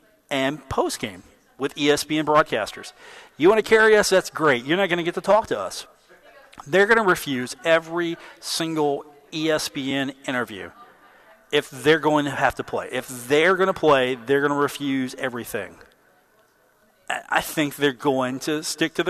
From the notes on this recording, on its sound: live at The Union Pub and Grill